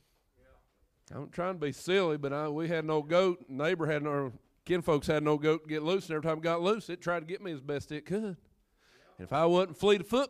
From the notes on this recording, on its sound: first preached at Craigsville Holiness Church Labor Day Weekend 2019